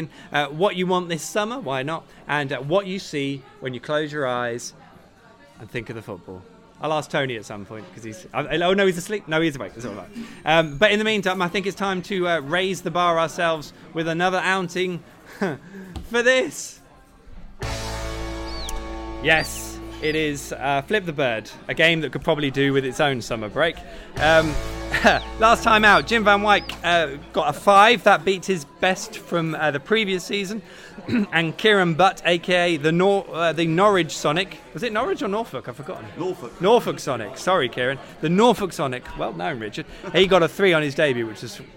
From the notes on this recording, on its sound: The PinkUn Show 178 is LIVE from The Woolpack. All Canaries supporters are welcome every week to pop along to the pub and have their say live on the show.